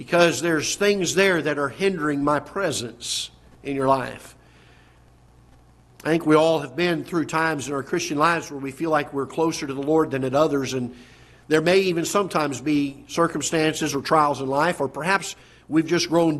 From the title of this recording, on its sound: Ketha Heights Baptist Church ~ Live Broadcast